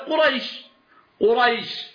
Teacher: الراء مفتوحة وجاء بعدها ياء ساكنة · Term: حرف لين